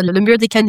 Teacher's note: We don't pronounce the last consonant.